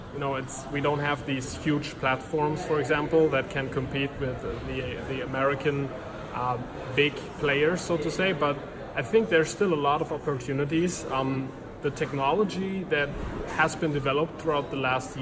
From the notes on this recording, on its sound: recorded on Day 1 of #dmexco19 - at a hotel lobby in Cologne, Germany